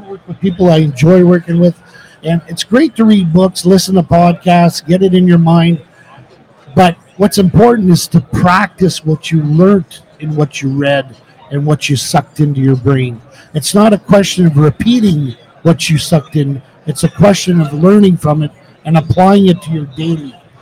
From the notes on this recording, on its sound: Live from Mobile Tech Expo. Our Saturday morning live session was full of heavy hitting entrepreneurs...